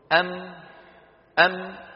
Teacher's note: وقلنا بأن المتحرك من الحروف يخرج بالتباعد بين طرفي عضو النطق. أم خرجت الميم الساكنة بانطباق الشفتين